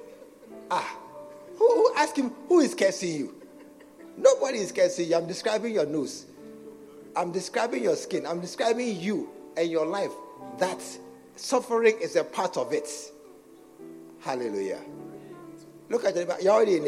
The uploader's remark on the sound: at the SAT Service, True Vine Cathedral, Bantama